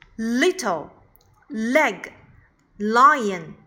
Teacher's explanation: 舌端紧抵上齿龈，气流从舌的一侧泄出 · Term: 舌端齿龈边浊辅音